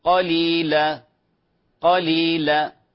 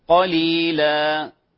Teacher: عند الوقف نعوض بألف مدية يمد بمقدار حركتين، لا نختلس الحركة · Shown in: second take · Term: مد عوض